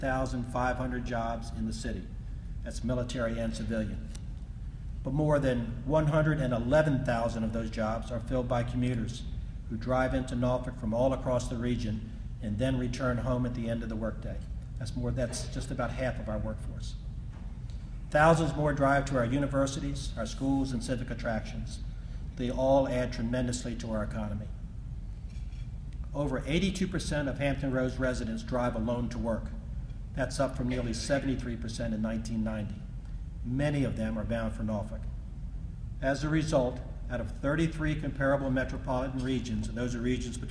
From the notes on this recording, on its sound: recorded at the Waterside Marriott on February 4, 2011